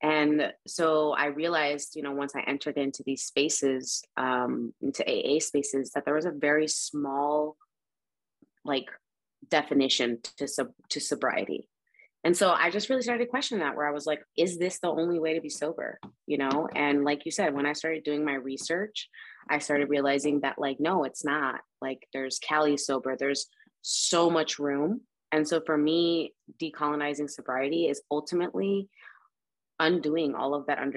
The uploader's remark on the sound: In Raleigh, NC & Ensenada, MX on Zoom.